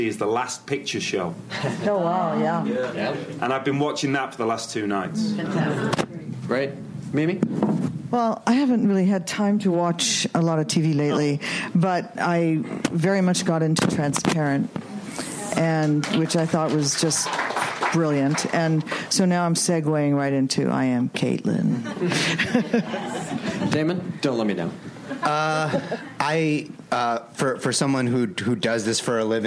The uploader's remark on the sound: Recorded June 7, 2015 at ATX Television Festival.